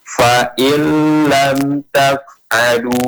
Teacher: tapi ketika pelafalan nun itu menjadi hilang. Melebur dia, tapi enggak pakai dengung. · Term: idgham bila gunnah